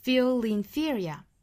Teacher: Feel 尾部的舌侧音和元音 a 连读成 le. · Term: 辅加元的连读